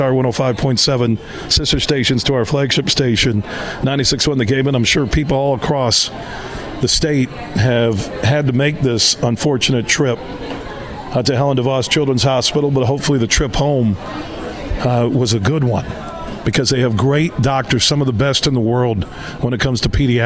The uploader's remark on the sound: We're broadcasting live from Helen DeVos Children's Hospital in downtown Grand Rapids as iHeart West Michigan has their 24th Annual Radiothon.